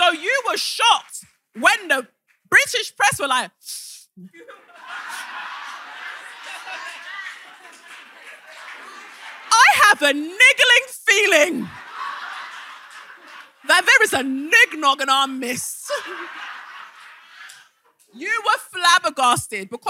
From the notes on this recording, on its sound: (Manchester Live Show). Third and final live show of 2023, our sold out SYM-posium at Canvas Manchester!